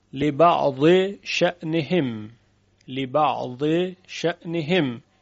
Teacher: لبعض شأنهم لبعض شأنهم که اینجا ادغام می شود لبعض ضاد ادغام می شود در شین